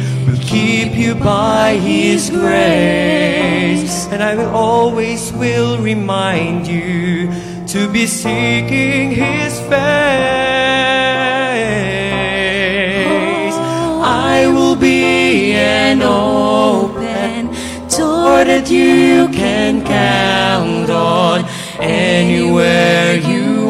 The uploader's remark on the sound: Recorded through mesmerizing livestream sessions at our beloved church. Sung by incredibly talented Seventh-day Adventist youth across Batangas.